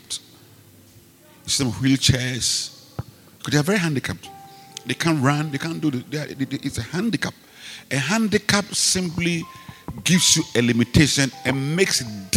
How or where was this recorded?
large echoing room